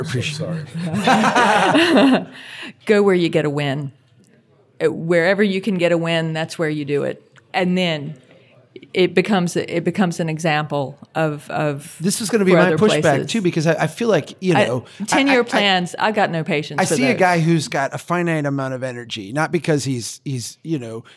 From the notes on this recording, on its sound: Recorded in front of a smaller-than-usual crowd (it turns out that’s what happens when you’re competing with Jan Gehl ).